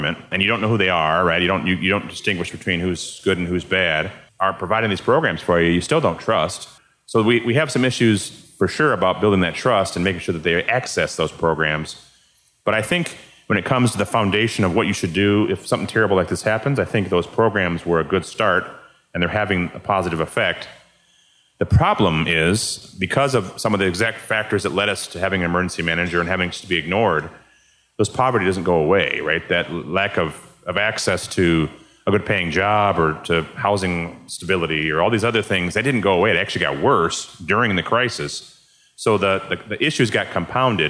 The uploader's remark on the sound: In front of a live audience at the Detroit Public Library.